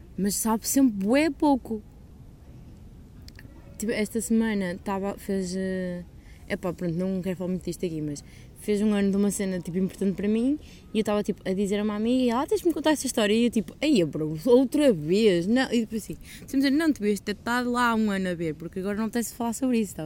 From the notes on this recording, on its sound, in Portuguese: Peço perdão pelo barulho de fundo.